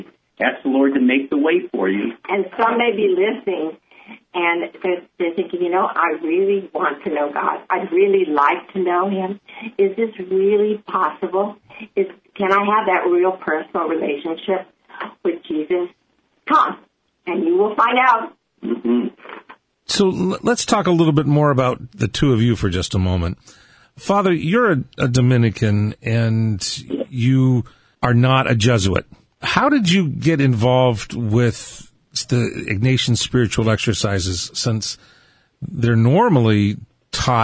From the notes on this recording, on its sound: welcomes two new friends over the phone